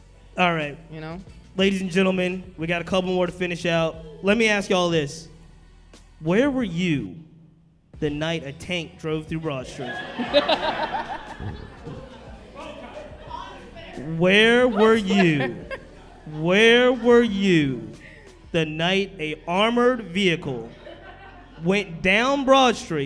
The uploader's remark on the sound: WRIR Live. This episode was recorded live at 804RVA in front of a sold-out audience.